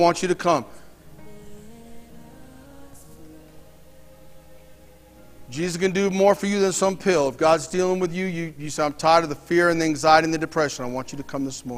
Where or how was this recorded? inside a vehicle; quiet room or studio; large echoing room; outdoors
large echoing room